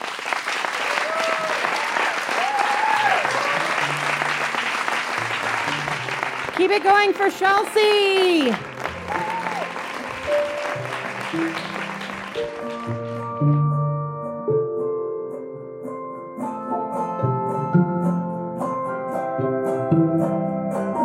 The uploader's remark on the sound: in front of a live audience at Buntport Theater